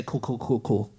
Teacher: But they don't actually say the L, they're just saying coup, really.